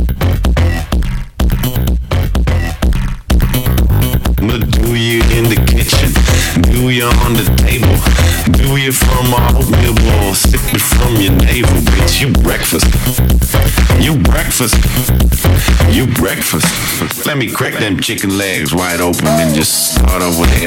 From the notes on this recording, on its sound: The DJ Sessions "On Location" Sessions at the Hard Rock Cafe in Seattle, WA.